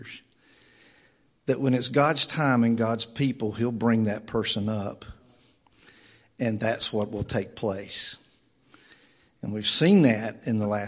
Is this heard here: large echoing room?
yes